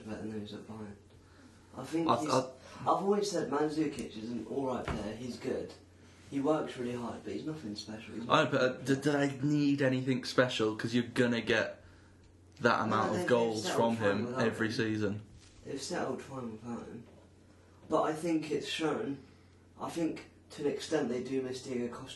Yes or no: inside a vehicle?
no